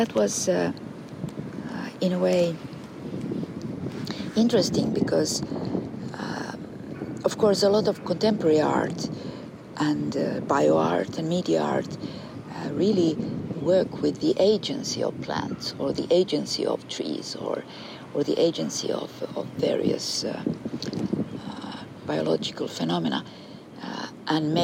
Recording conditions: outdoors